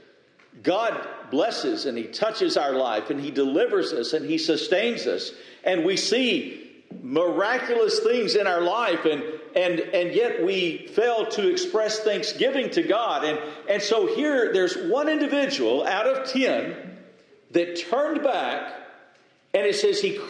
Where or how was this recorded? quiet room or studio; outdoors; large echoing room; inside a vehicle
large echoing room